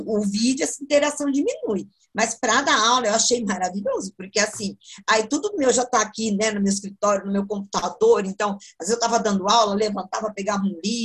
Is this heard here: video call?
yes